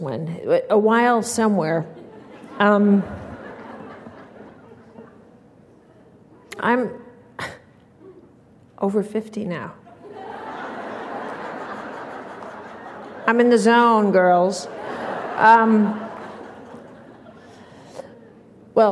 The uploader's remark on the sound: Keynote from the Being Fearless Conference in NYC, 2005